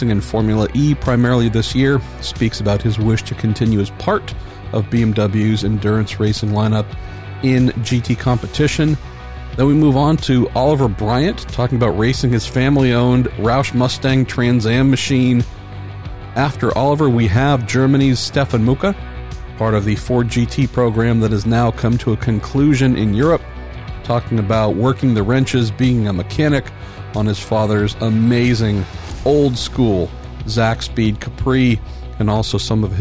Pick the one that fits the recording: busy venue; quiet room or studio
busy venue